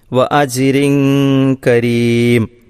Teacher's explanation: അജിരിൻ എന്നതിലെ തൻവീനിനെ അജിരിൻ എന്ന് വ്യക്തമായി ഓതേണ്ടതില്ല, മറിച്ച് ആ തൻവീനിനെ തൊട്ടടുത്ത് ശേഷമുള്ള കാഫ് ആയതുകൊണ്ട് അവ്യക്തമാക്കി മണിച്ച് ആണ് പാരായണം ചെയ്യേണ്ടത്